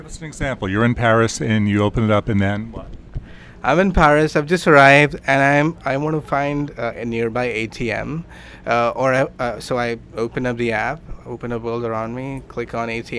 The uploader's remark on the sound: From the Google I/O conference in Mountain View, CA.